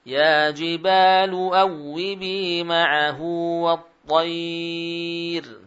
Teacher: setiap huruf ra sukun, ya, karena waqaf, kemudian sebelumnya ada apa? Ada ya sukun atau kasrah, maka dibaca dengan tipis.